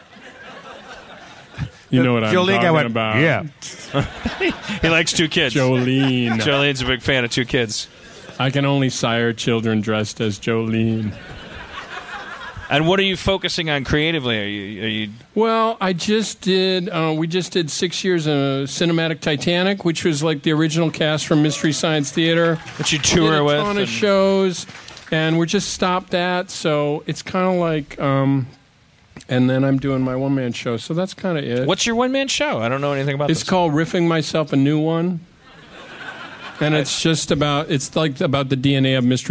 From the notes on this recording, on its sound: Live At Cobb's in San Francisco. Does the 13th annual San Francisco Sketchfest.